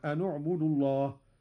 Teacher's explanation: ومن سورة نوح قوله تعالى: أن اعبدوا الله واتقوه وأطيعون. قرأ قالون بضم أولى الساكنين وهو النون هكذا: أن اعبدوا الله.